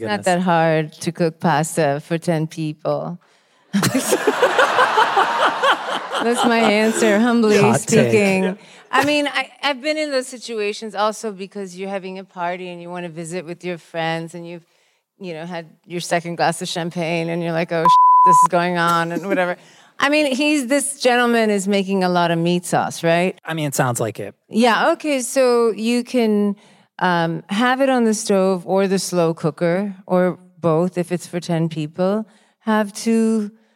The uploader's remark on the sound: Live At Symphony Space. Dinner SOS left the studio and took to the live stage! We answered your cooking questions and some from the crowd!